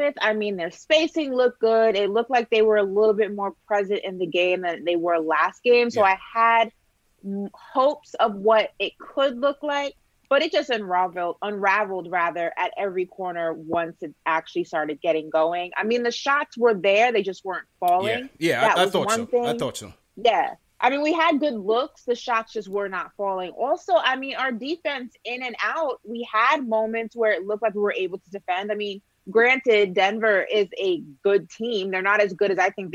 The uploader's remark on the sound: React to the game and take live phone calls from fans around the world.